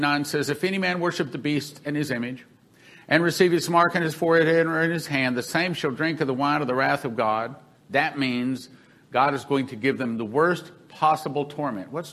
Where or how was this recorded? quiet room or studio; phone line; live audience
live audience